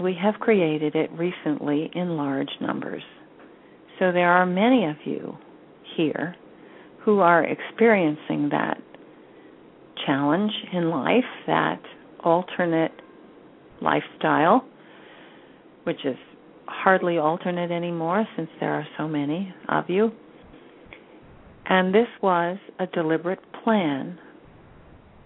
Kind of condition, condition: link, phone line